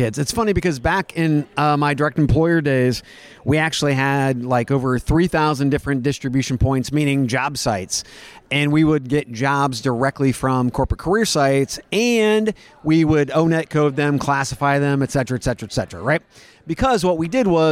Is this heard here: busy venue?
yes